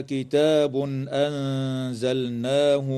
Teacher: يظهر التنوين عند الهمزة في قوله تعالى كتاب أنزلناه